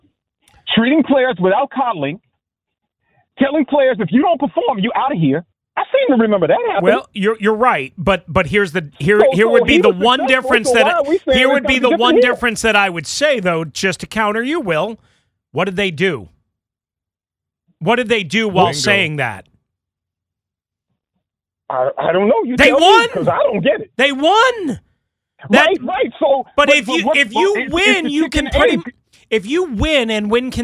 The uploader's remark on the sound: Right back to the phone lines. Closing out your calls.